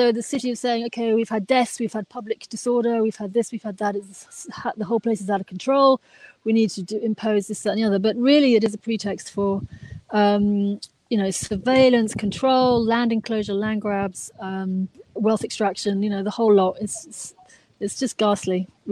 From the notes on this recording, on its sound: live from Hampstead Heath